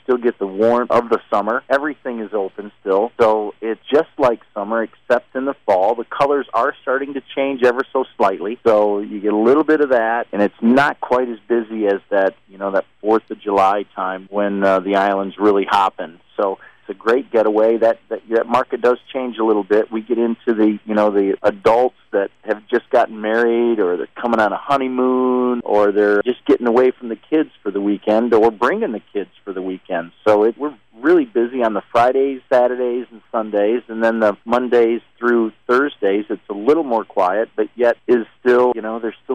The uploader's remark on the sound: Called into the Shopping Show this morning. First appeared on Sunny 101.9 - Marquette, Michigan Radio- mediaBrew Communications.